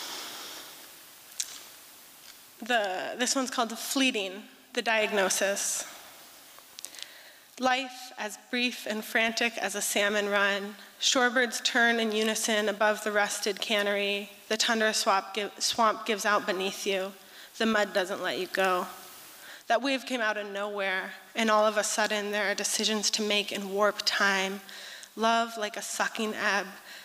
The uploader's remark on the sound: 2023 FPG-Liberty Theatre-Friday Night. Performance was recorded at the Liberty Theatre.